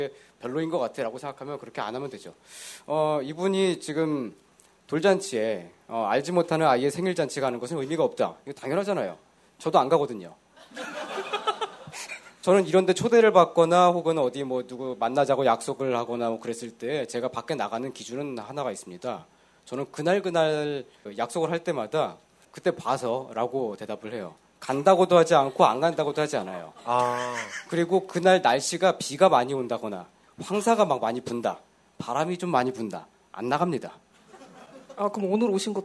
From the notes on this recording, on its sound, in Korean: 200회 특집 공개방송